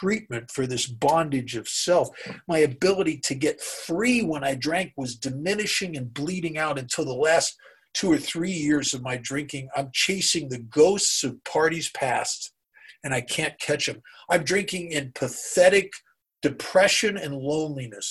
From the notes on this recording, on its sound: gives talk on Zoom